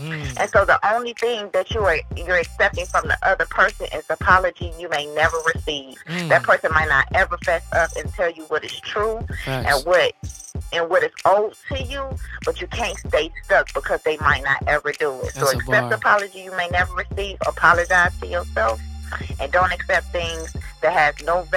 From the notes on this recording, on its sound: call in guests